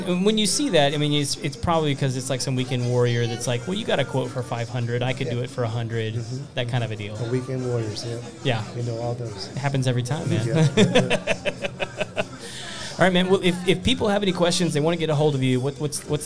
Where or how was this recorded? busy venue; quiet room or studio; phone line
busy venue